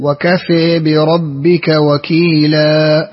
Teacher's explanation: فيها إمالة لحمزة والكسائي. وفيها وجهان لورش الفتح والتقليل.